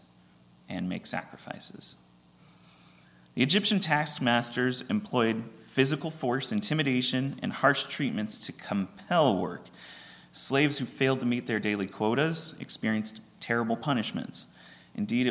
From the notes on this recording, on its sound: at Ringgold Seventh-day Adventist Church